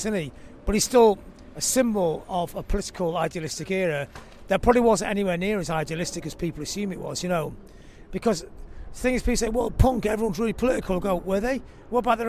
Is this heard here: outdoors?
yes